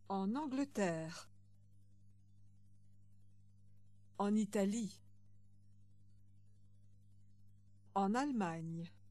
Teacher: The N at the end of en should be pronounced. · Term: liaison